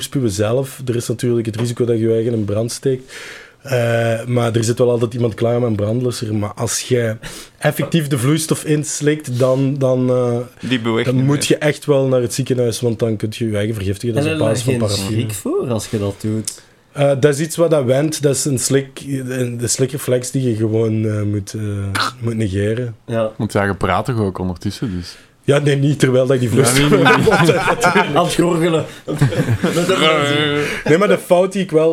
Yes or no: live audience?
no